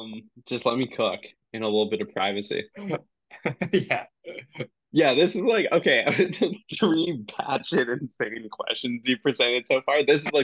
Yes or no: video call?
yes